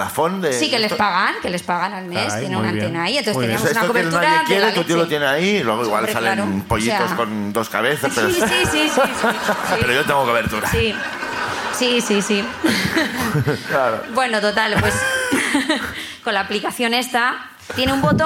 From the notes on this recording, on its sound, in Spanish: La Ruina desde Bilbao. Sube el público de Bilbo.